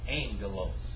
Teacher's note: The first gamma turns into a N.